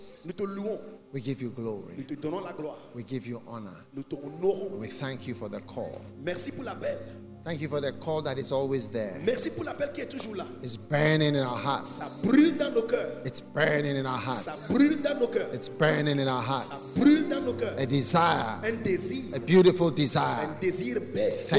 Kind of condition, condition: setting, large echoing room